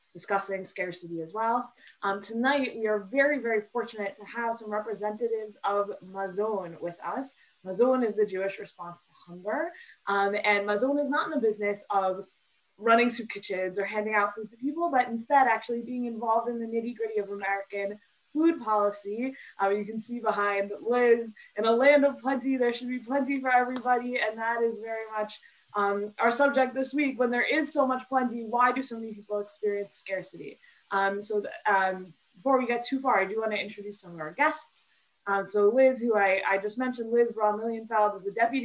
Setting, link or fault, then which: link, video call